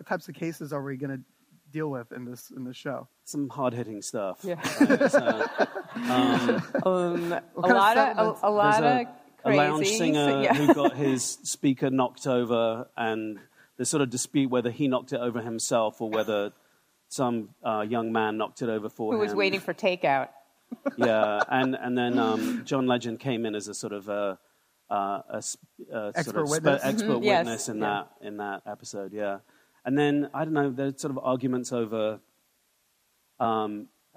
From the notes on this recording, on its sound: In front of a live audience at 2020's Realscreen Summit in New Orleans.